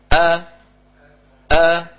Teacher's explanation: الوترين متلاصقين بيبتعدوا عن بعض